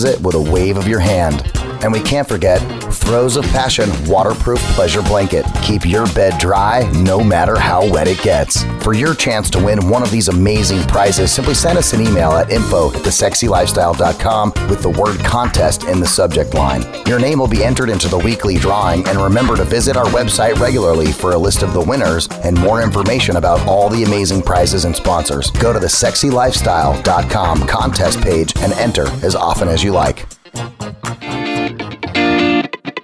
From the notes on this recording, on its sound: Southwest Love Fest: Live From Arizona. The second annual Southwest Love Fest in Tucson, Arizona, a conference on ethical non-monogamy.